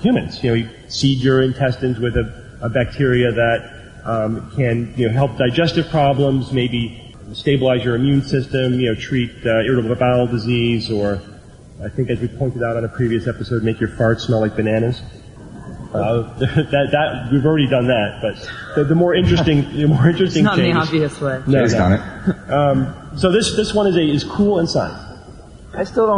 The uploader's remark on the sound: Live Recording from TAM8. Live Q&A.